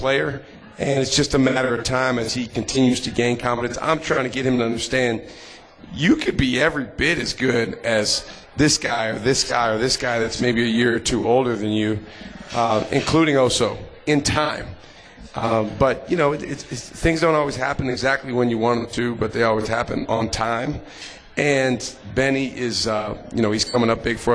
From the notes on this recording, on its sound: LIVE from MOTOR Bar & Restaurant